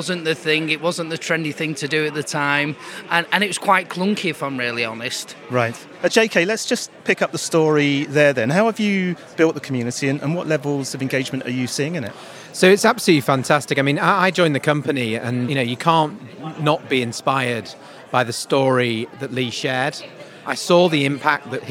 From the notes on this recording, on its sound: Recorded at the fourth Mad World Summit, which has become the global go-to solutions-focused conference and exhibition.